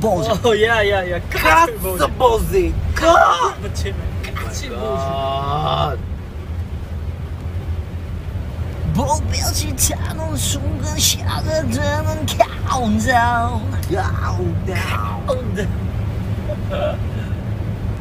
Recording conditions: background noise